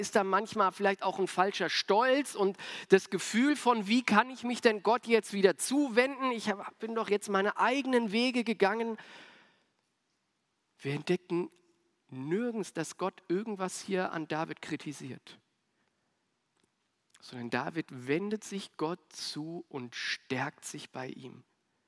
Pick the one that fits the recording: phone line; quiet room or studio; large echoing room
large echoing room